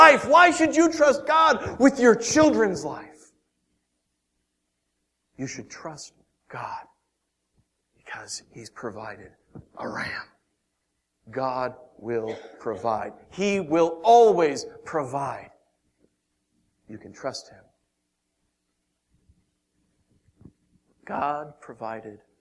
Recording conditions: large echoing room